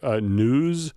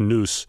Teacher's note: in words like news, she says the Z at the end, more or less like an S. So it sounds like noose.